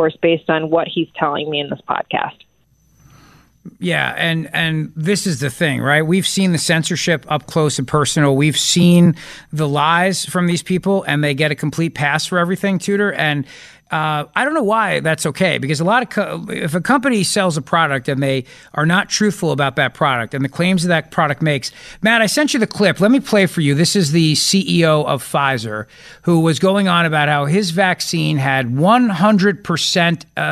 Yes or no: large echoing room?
no